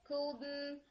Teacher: کاف کو بولتے ہوئے ایئر پریشر آؤٹ ورڈ رکھیں